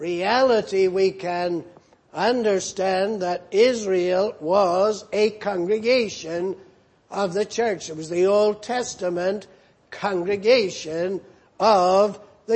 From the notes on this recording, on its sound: Preached in Grafton. At the Lord's Day Morning service on 16th June, 2019.